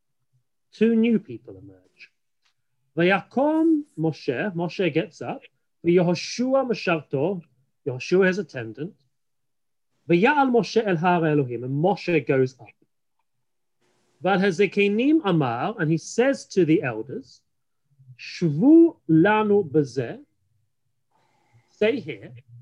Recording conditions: video call